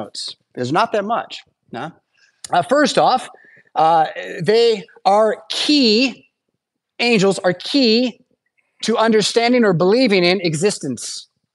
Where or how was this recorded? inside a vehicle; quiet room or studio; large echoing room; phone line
large echoing room